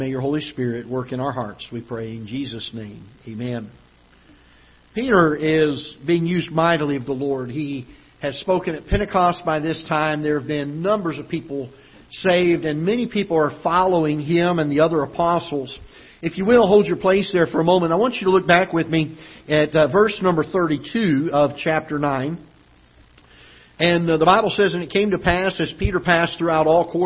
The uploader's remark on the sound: Ketha Heights Baptist Church ~ Live Broadcast